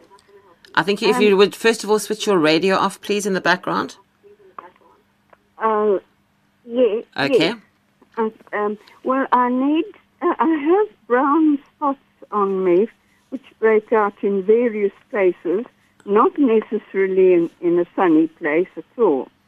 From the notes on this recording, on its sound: It's our monthly phone-in.